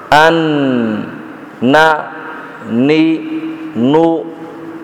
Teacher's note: طرف اللسان مع ما يحاذيها من الحنك الأعلى · Term: النون